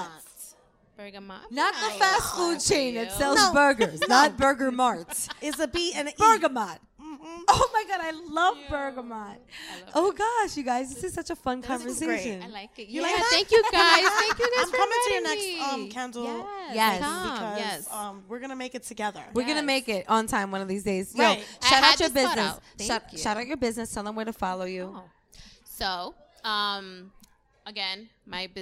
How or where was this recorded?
busy venue